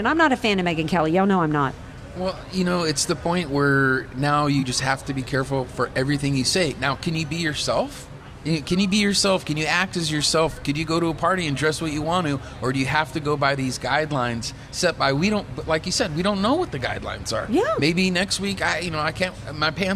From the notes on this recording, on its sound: Live from Yes on Prop 6 Rally at Valero Gas Station in Chula Vista!